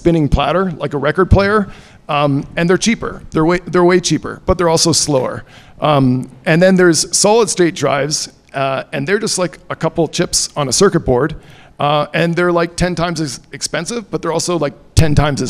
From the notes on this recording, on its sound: Live at ETH Denver. This week's episode comes to you live from Arweave Day at ETH Denver, recorded in front of a live audience at the Woodside Brewery.